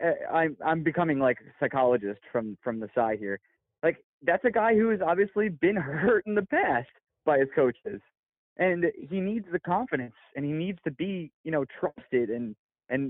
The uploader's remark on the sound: Sorry for the call in episode two weeks in a row.